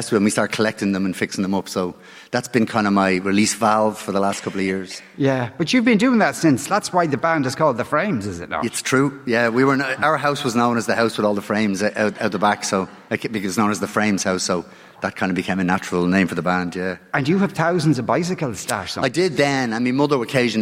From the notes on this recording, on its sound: live from the Triskel Arts Centre in Cork City.